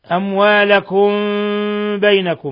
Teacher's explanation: ميم ساكنة جاء بعدها الباء، إخفاء شفوي